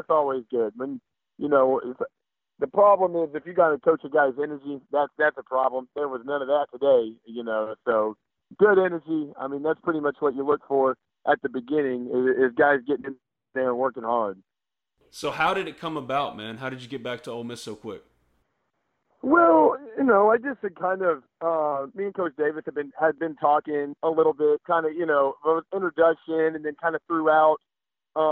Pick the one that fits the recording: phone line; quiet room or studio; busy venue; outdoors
phone line